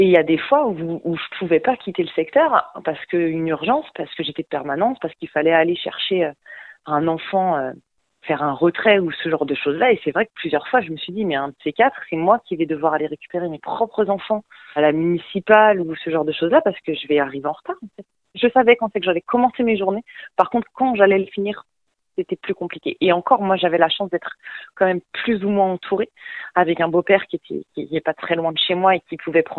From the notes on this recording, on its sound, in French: Joint par téléphone. Cet article provient de Radio AlterNantes FM.